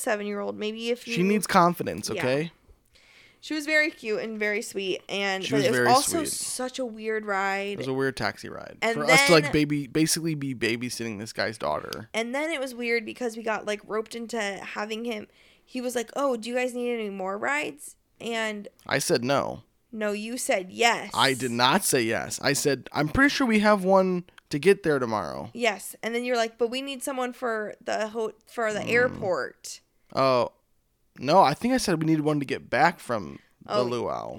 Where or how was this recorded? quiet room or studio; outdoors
quiet room or studio